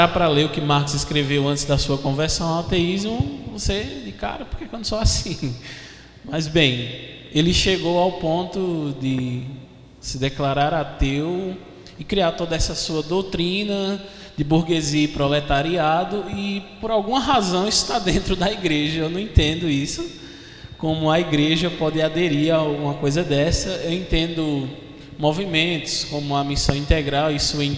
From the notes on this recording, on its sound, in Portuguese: Debate. Além da participação do público presente.